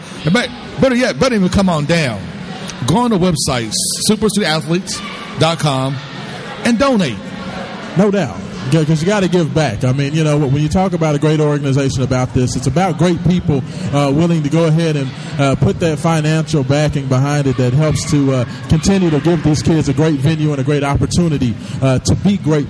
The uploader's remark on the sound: SSA Grand Opening Live Remote. Broadcast live from the grand opening of …'s Super Student Athlete Life Center.